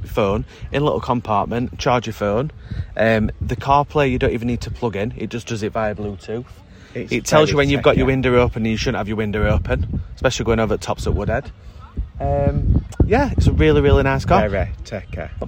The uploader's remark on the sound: We are coming to you live from the beach in Alcudia!